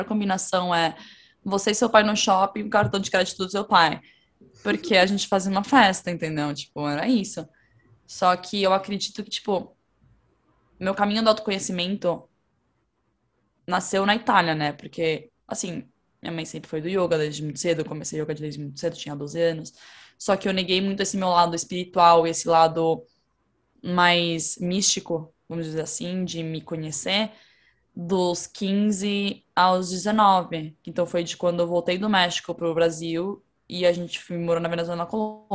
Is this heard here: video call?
yes